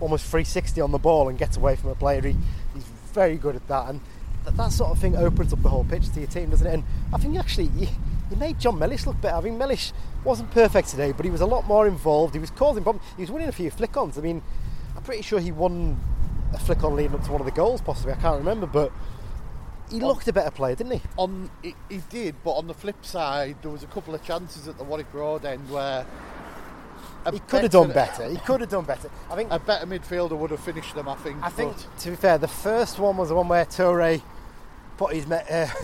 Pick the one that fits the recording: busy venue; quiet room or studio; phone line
busy venue